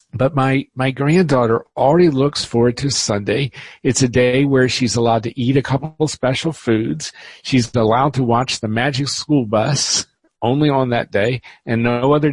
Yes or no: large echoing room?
no